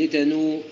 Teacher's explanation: سنقف هنا بواو مدية حركتين